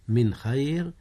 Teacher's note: من خير فيه إظهار حيث أظهر النون قبل الخاء وهي من أحرف الإظهار